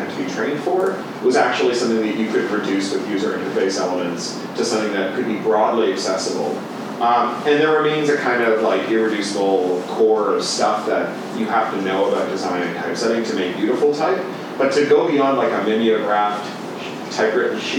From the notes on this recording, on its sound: Full event audio. A podcast featuring audio from events at Columbia University.